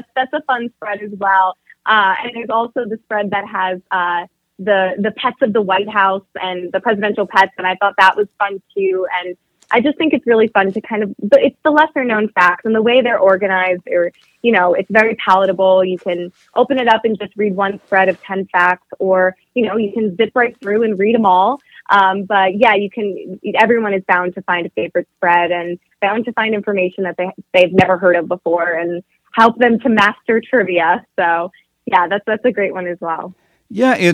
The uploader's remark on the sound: called in for a fun chat